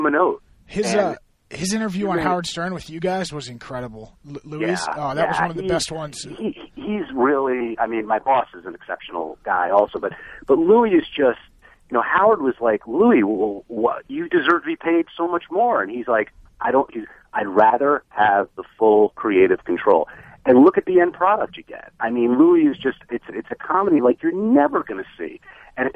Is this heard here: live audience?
no